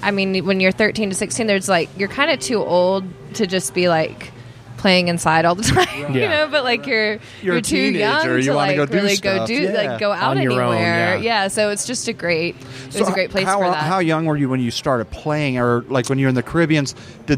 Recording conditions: busy venue